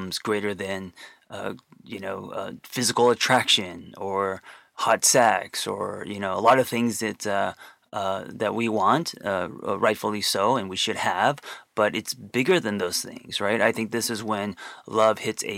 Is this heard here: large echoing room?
no